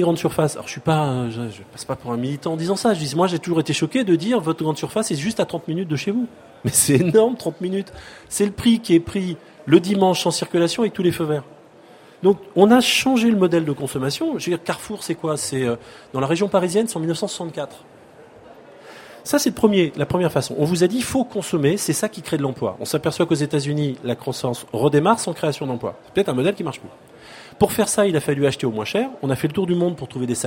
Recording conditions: busy venue